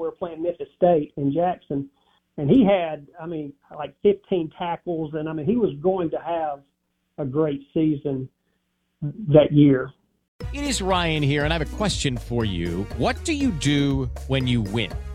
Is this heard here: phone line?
yes